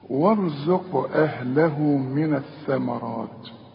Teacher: القاف دي عليها سكون، سواء تقف أو توصل لازم تقلقل الحرف ده · Term: القلقلة